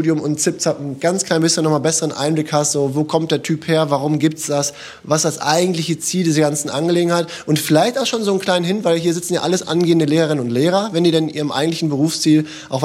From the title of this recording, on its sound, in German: Live im Uniseminar